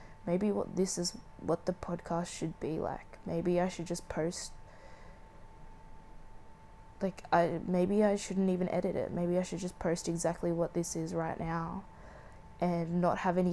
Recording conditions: sounds in the background